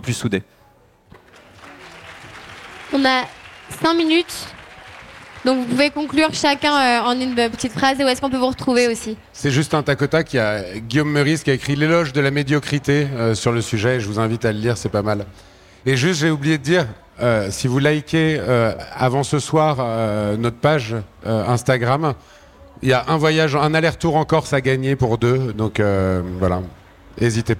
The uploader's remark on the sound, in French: Cet épisode est un échange entre voyageurs, contemplatifs de l’âme avec un public avide de nature et de dépaysement. On s’est retrouvé autour d’une table sur la scène du Think Tank.